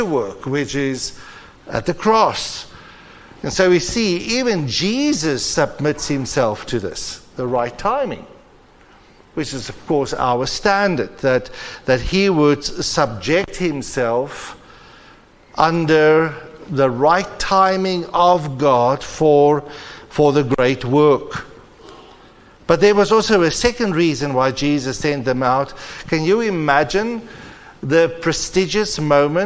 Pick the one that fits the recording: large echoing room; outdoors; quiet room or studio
large echoing room